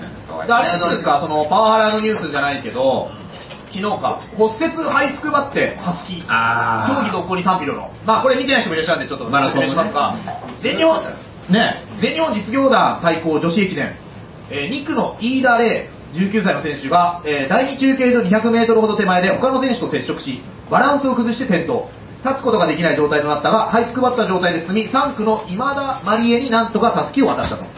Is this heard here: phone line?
no